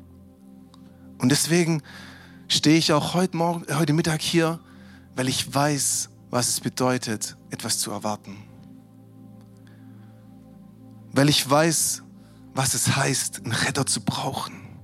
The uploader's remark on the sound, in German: Christmas at Lifepoint. DIe Predigt unseres Weihnachtsgottesdienstes.